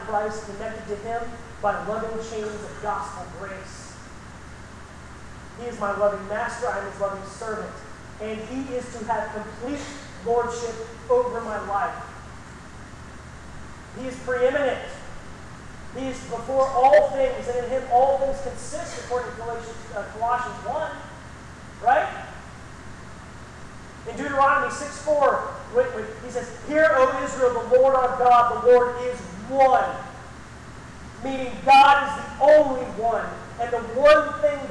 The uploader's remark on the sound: This message was preached at Baymeadows Baptist Church on Palm Sunday 2019. The recording is not the best quality, and I tried to enhance it, but it just couldn't be fixed.